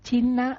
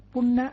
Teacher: ngữ căn mà đa âm thì phụ âm cuối của ngữ căn nó được đồng hóa với chữ n của tiếp vị ngữ và nó trở thành n luôn